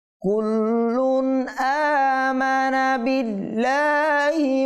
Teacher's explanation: হামজার হরফ হল কি না, হরফ হল কি হলে কি হয় যে ইজহার, তার মানে এখানে তানবিনে আমরা কিবাও পড়বো, ইজহার করে পড়বো, গুন্না না করে স্পষ্ট করে পড়বো আমরা, ঠিক আছে? এরপরে আমানা, আ টানতে হবে, মানা টানা যাবে না।